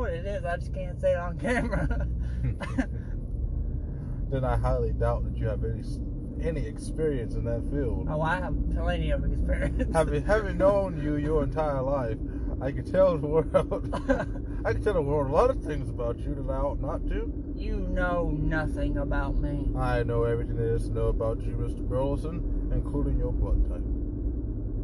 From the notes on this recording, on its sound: Conversation on the beach. From time to time I will record our outings to save our thoughts a latee time.